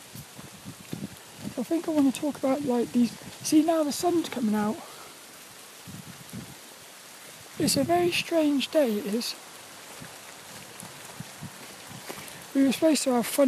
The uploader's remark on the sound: Was a Walk and Talk around Plymbridge Woods in Plymouth. As he joined us for this one in the pouring rain.